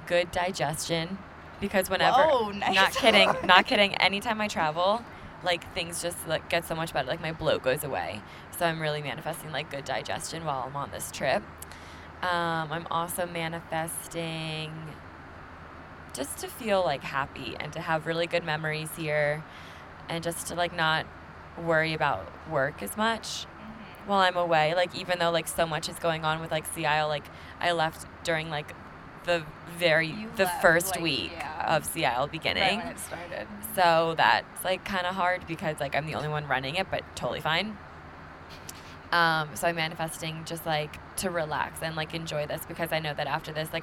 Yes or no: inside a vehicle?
yes